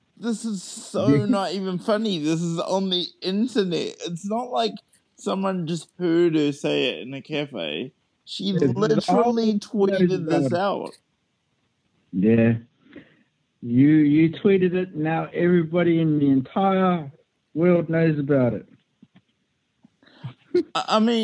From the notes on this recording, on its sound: I catch up with my best friend via phone